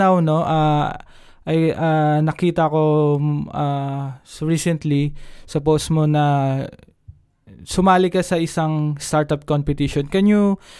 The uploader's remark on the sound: The audio is kinda lossy because, we are having a bad connection while recording this episode.